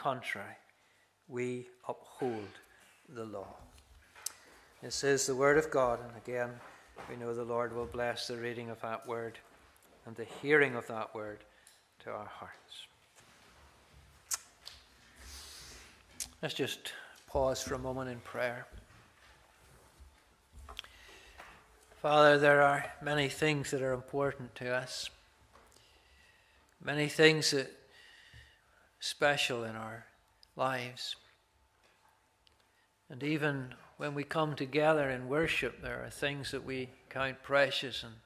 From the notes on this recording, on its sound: This is the recording of the Bible reading and sermon from our evening service on Sunday 28th May 2023.